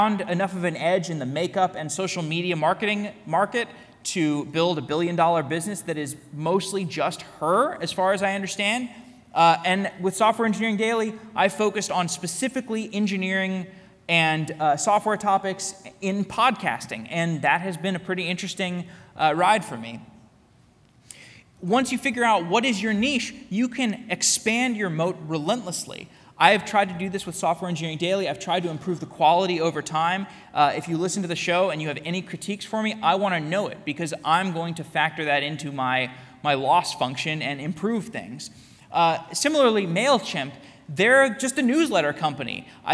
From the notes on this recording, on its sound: Keynote at Tikal Full Stack Tech Radar Day. Today’s episode is a keynote I gave at Full Stack Tech Radar Day in Tel Aviv.